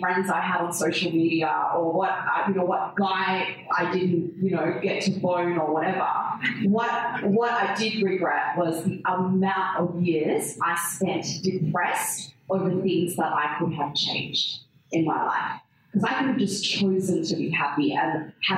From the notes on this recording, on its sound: With 120 ladies in the audience for our very first live show 'Cocktail Conversations + Comedy... I'll admit the quality of this audio is less than ideal.